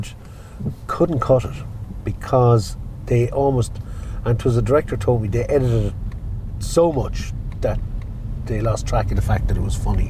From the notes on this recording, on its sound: On the road. A chat and a drive through the heart of the Liberties in Dublin City.